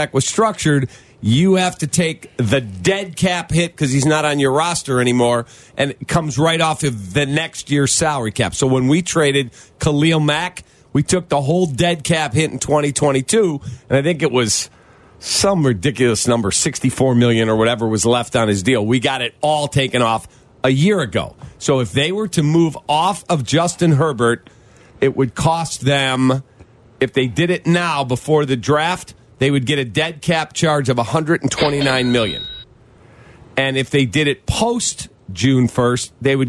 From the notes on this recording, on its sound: Joins the show over the phone as a work from home protest.